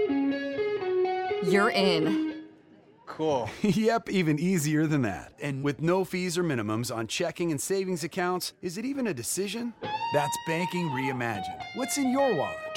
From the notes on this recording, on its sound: live from the 2018 Ameripolitan Awards at the Guesthouse at Graceland